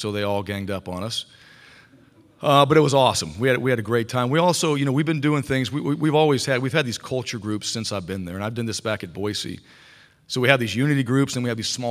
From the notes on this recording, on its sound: SEC Media Days. Live from the College Football Hall of Fame in Atlanta!